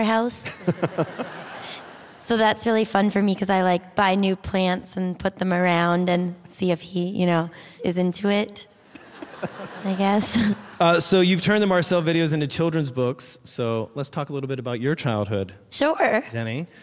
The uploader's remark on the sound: It’s a special live(ly) edition of the DPD, recorded in front of a sold-out L.A. Crowd!